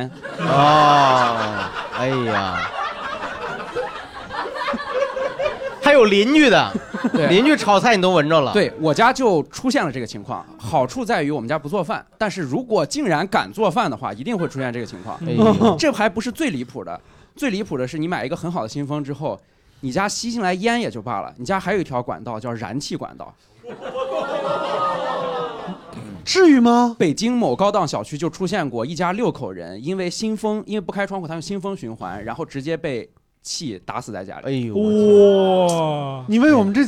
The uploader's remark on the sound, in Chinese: 混入现场观众。一边作为观众现场观摩谐聊录制，一边积极举手插话。现场效果炸裂，圆满完成一场宾主尽欢的线下会晤。